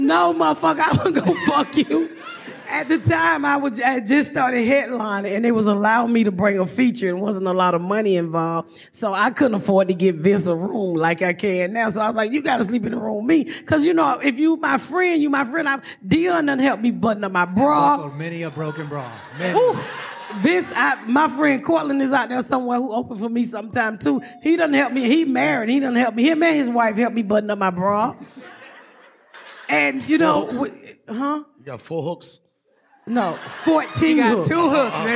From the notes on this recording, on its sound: Joining us live on the stage